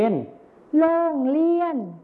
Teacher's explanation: ส่วนในภาษาถิ่นอีสานจะใช้รอลิงนั่นเองครับ